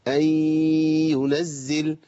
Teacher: انا باجي عند مخرج الياء وابتدي اركب غنه من الانف · Term: غنة ادغام